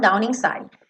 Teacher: down inside vai ligar naturalmente, consoante vogal